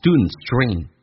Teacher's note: d 跟 n 组合在一起，d 可以不发音，然后呢，气流阻塞一下，就变成 students dream.